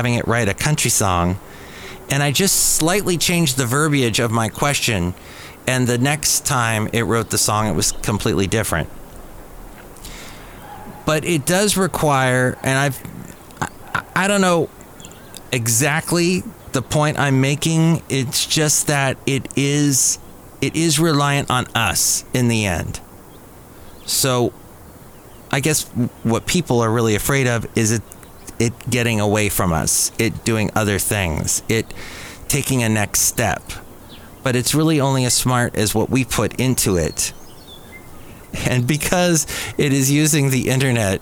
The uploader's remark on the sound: podcasts live from Café Anyway